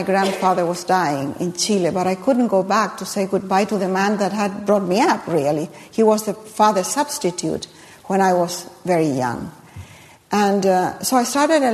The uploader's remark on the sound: at a live event hosted by RJ Julia